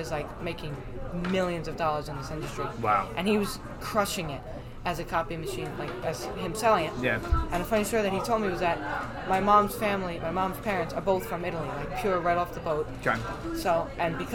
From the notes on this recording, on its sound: Apologies in advance for the disruptions and background noise. The #CRAfTLab which has very little privacy.